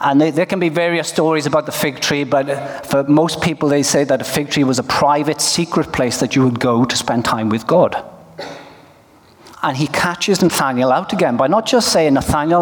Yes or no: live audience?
yes